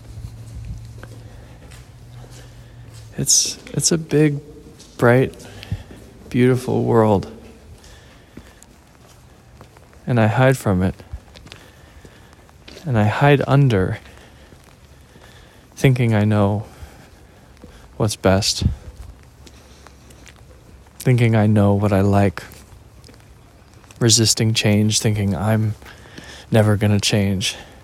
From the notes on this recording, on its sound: listen to me walk and talk